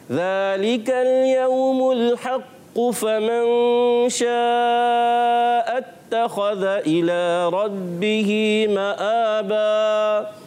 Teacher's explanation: جب ملا کر پڑھیں گے تو قاف پر تشدید بھی باقی رہے گی اور جماؤ بھی رہے گا، مگر قلقلہ ویسا نہیں آئے گا، اور ہم پڑھتے چلے جائیں گے قاف کی پیش کو بھی اور پھر آگے ملا دیتے ہیں.